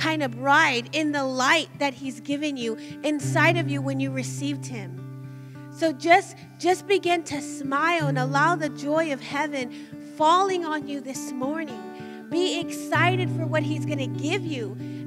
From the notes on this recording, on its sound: Recorded live at Emerging Streams Apostolic Center.